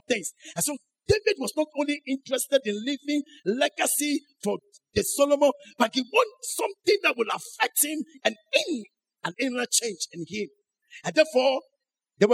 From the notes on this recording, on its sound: Sermon preached at CBC Adabraka Campus